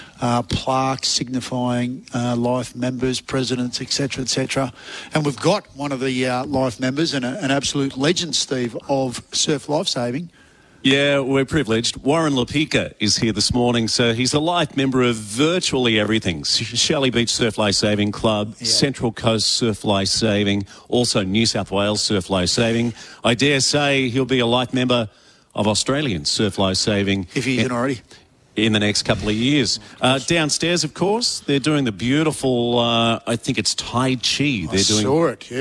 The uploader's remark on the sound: live from Shelly Beach lifesaving club